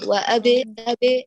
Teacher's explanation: سكن الباء وقوي القلقلة وبينيها ولا تأتي بالشائبة كسر